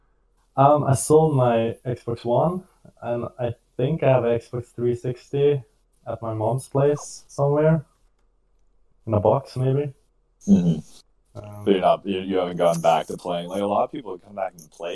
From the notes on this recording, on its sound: Audio quality lower due to us having tech difficulties.